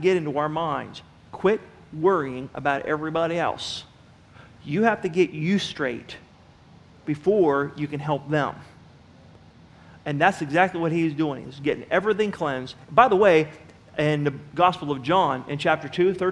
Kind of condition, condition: setting, large echoing room